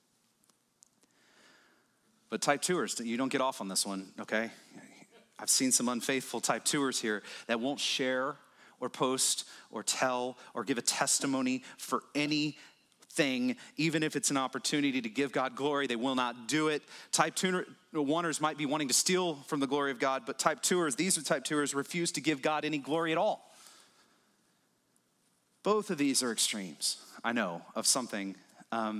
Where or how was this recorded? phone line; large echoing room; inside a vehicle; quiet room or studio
large echoing room